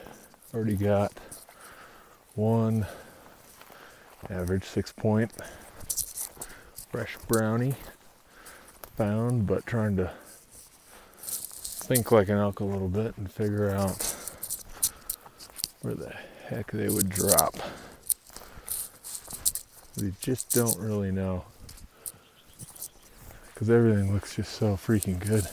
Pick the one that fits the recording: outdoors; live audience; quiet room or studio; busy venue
outdoors